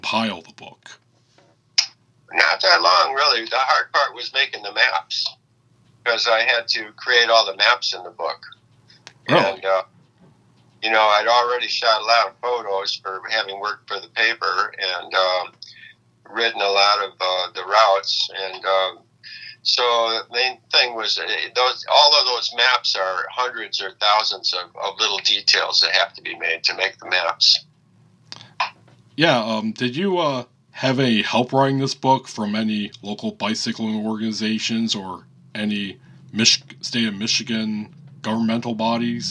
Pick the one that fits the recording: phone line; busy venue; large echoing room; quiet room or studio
phone line